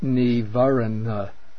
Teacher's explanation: The first N is the dental.